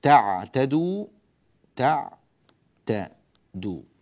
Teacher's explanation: الآن جئنا إلى تعتدوا، تعتدوا، التاء والدال هنا تخرجان من مخرج واحد طرف اللسان مع أصول الثنايا العليا تعتدوا. فلأن التاء والدال من مخرج واحد أدغمنا التاء في الدال فصار النطق بدال واحدة مشددة وحذفت التاء، حذفت التاء.